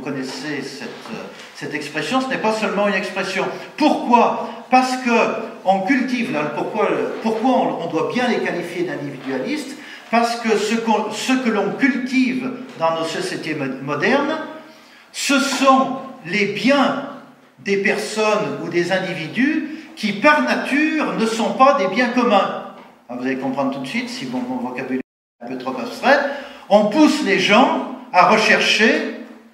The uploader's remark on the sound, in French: Conférence donnée en août 2014 à l'université d'été Academia Christiana